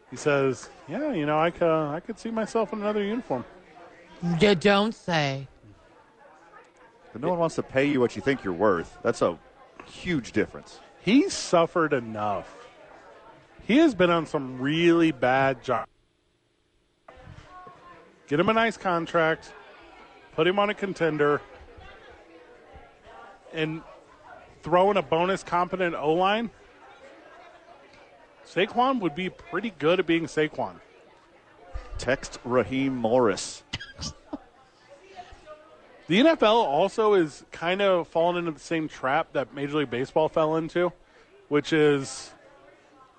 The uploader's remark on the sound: Thursday night at Sadies without football. Live from Sadies.